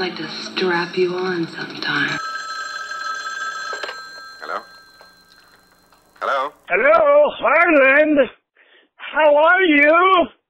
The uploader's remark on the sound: talks on the phone with us today